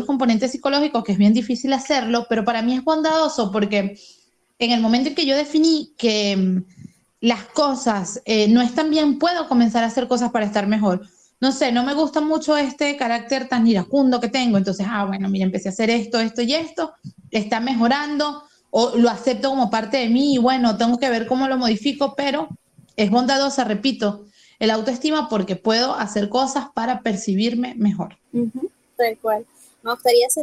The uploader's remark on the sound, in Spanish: un episodio que fue grabado vía un VoiceChat de Telegram